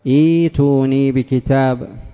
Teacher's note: الهمزة ترسم لكن النطق تنطقها ماذا؟ ياء